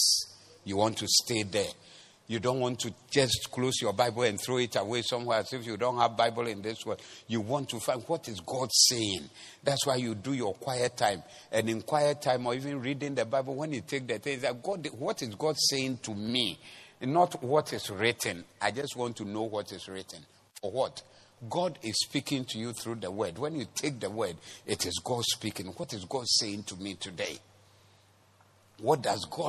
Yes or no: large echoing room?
yes